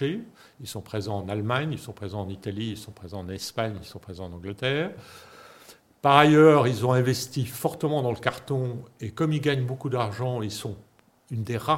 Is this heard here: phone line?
no